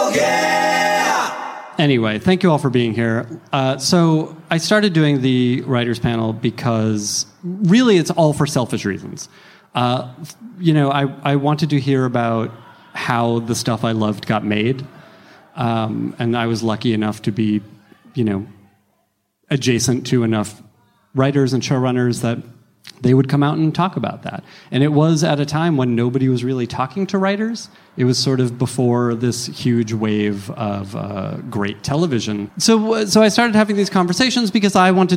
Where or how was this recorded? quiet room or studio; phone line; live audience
live audience